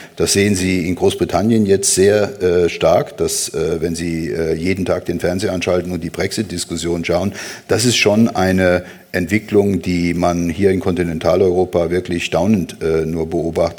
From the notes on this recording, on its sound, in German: Das Gespräch wurde im September im Zürcher Kaufleuten aufgezeichnet.